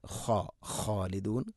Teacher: ഖ ഇസ്തിഇലാന്റെ അക്ഷരമാണ്, സ്വരഭാരത്തിൽ ഉച്ചരിക്കേണ്ട അക്ഷരമാണ്. ഖ ഖാലിദൂൻ ഖാലിദൂൻ അല്ല, ഖ ഖാലിദൂൻ.